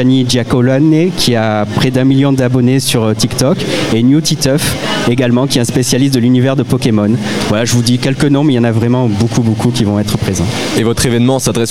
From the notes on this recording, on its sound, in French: Dans le cadre de la Foire Internationale de Montpellier 2023, Radio Aviva était en direct depuis le Hall B2 pendant neufs jours. Notre invité en plateau.